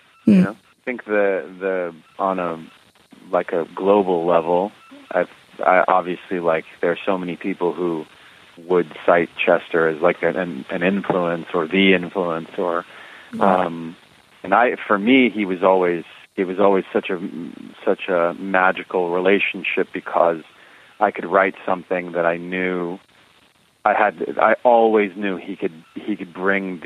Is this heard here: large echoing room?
no